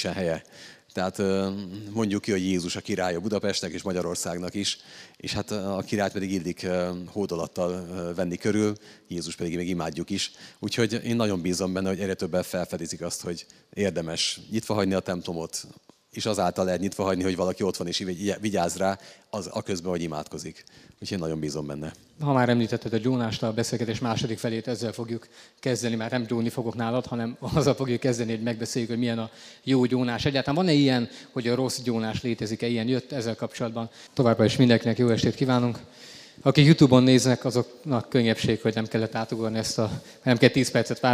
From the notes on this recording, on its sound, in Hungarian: Négy év szünetet követően rendeztünk ismét beszélgetős rendezvényt, a helyszín a Pázmány Péter Katolikus Egyetem ITK aulája volt.